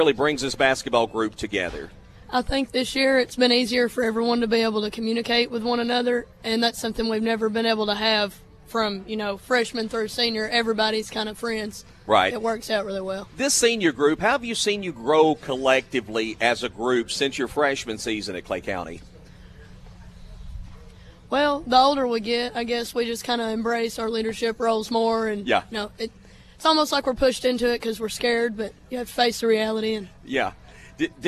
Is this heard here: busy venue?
yes